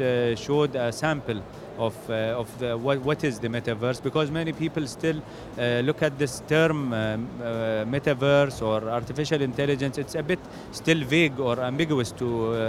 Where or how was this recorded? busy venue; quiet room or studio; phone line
busy venue